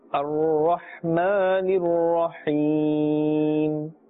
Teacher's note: Keep the makhraj of the two ha in mind, that this makhraj is from the center of the throat.